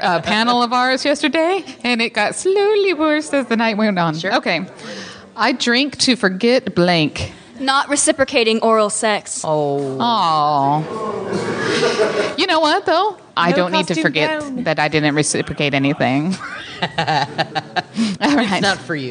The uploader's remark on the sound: LIVE from Comicpalooza with Cards Against Humanity. We also had some very special guests and listeners leave some awesome messages, and you will hear those throughout the live game play. We have included those soundbites and voicemail messages throughout the show.